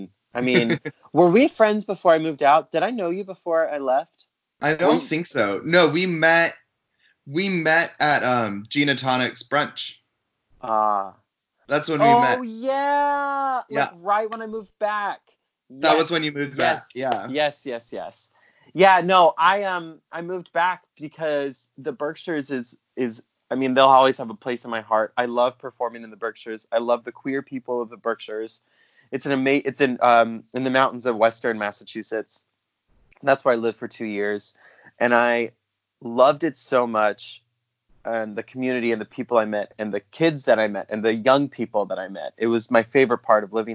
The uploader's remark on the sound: During quarantine, all episodes will be recorded via Skype. Please be kind as we figure out how best to implement this technology and provide the best sound quality for you.